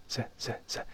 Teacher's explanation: 声带几乎震动听不到了